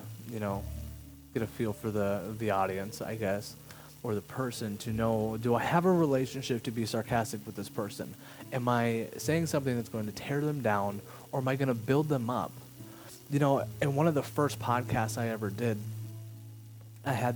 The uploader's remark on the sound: Something went wrong with the audio, has a quiet crackle sorry.